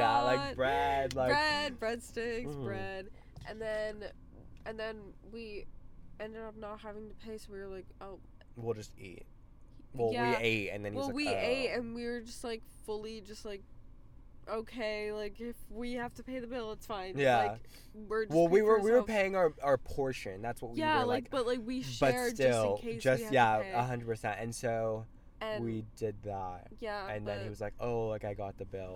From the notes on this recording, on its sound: The lights go out and we are in our car.